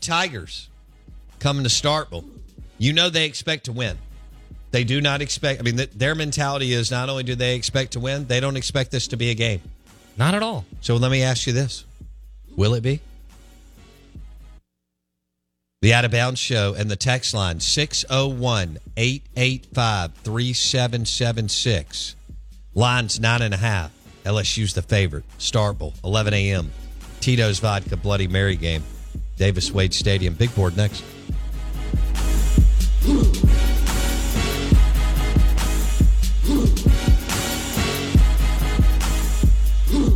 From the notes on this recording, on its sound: Live in the BankPlus Studio. On the Farm Bureau guest line.